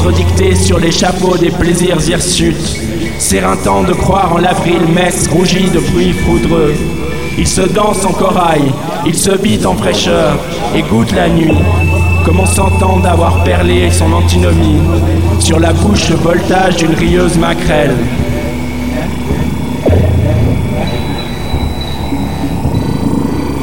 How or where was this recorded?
busy venue